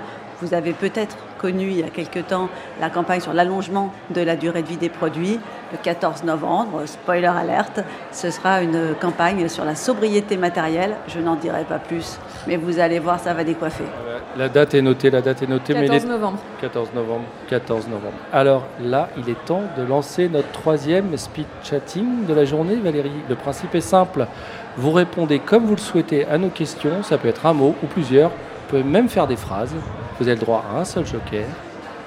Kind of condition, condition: setting, busy venue